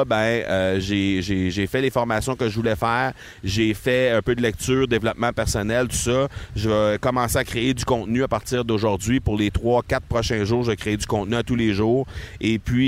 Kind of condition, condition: setting, outdoors